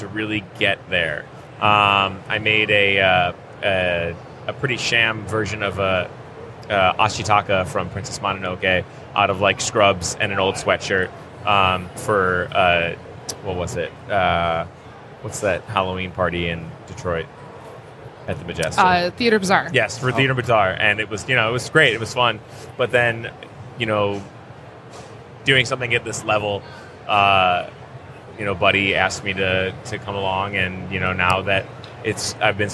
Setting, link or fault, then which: setting, busy venue